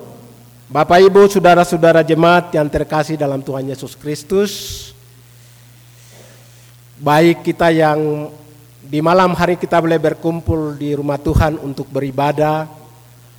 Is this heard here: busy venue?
no